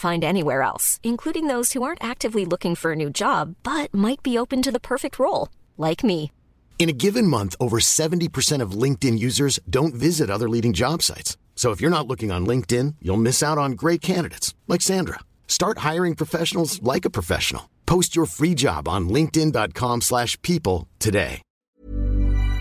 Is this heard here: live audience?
no